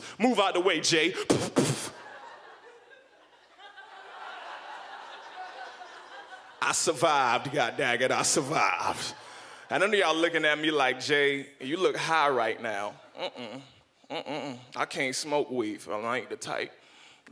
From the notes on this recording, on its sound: brings the house down at the 2012 Just for Laughs Festival in Montreal